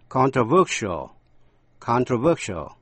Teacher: Khi thành tính từ controversial, controversial thì dấu nhấn rơi vào âm thứ ba